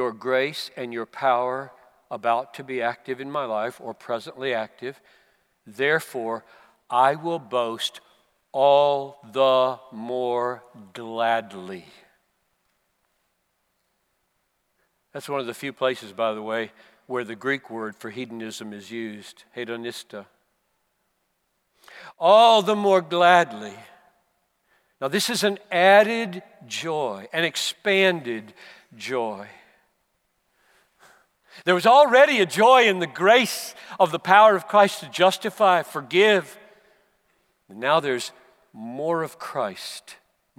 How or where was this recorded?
live audience